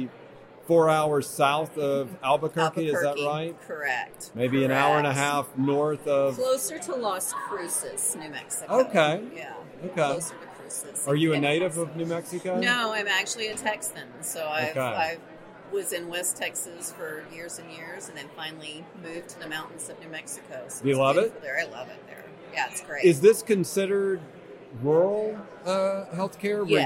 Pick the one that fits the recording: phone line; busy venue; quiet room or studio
busy venue